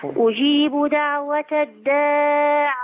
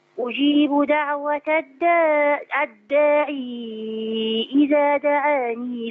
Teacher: نبين ان في الوقف ما فيهاش ياء · Shown in: first take · وفي نعم. الوصل فيها ياء عشان نبين للناس.